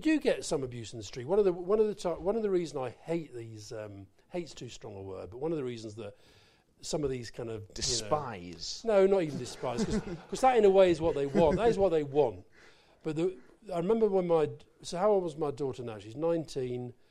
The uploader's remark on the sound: A very special show recorded live at the St James Theatre.